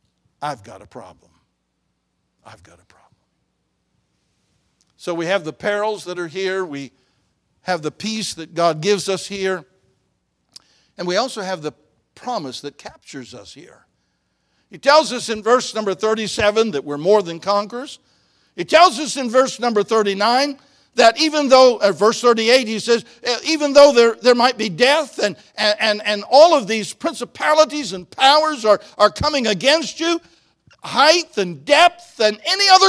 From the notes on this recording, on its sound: in the Sunday Morning Service on August 20, 2023, at Victory Baptist Church in Boonsboro, Maryland.